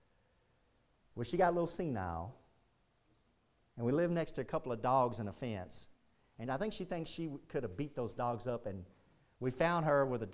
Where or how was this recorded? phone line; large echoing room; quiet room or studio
large echoing room